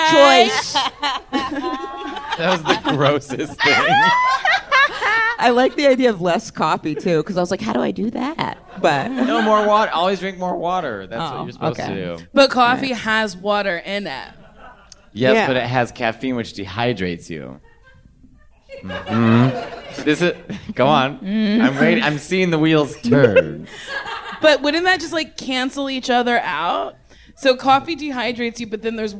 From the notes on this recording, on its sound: Recorded LIVE at the 2019 Just For Laughs festival in Montreal.